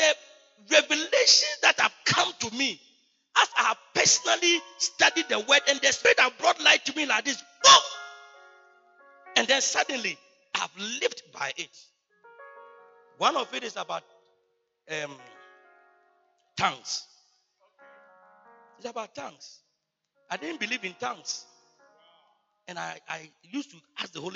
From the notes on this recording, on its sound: He Gave Gifts Unto Men Convention. Preached at the Good Shepherd Cathedral, Loyalty House International, Tema-Community 22.